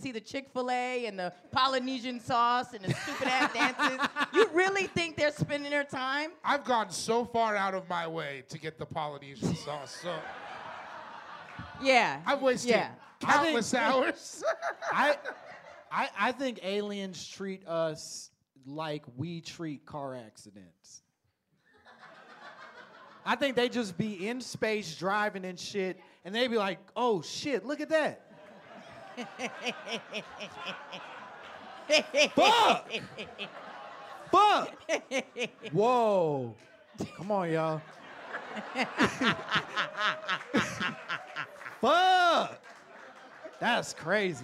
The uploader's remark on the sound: LIVE at The Elysian Theater! FIRST live show of the pod at The Elysian Theater in Los Angeles.